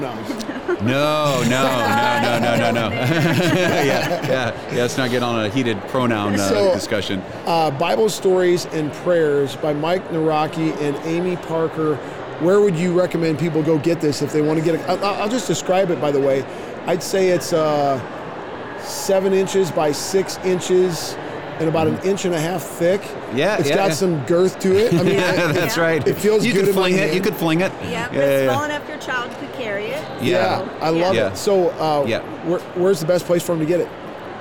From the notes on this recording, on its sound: LIVE from Christian Product Expo 2022 in Lexington, KY!